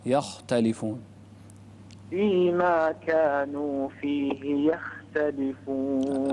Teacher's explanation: الخاء هنا ساكنة لكن ما قبلها مفتوح، تفخم أكثر.